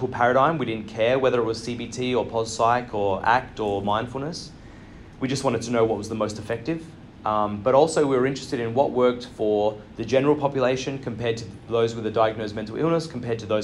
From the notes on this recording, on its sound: LIVE from IPPA World Congress 2023. Coming to you LIVE from Vancouver BC.